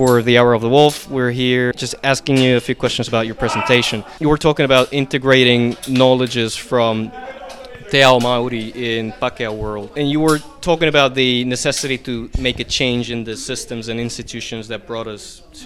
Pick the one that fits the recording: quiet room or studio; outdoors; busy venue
busy venue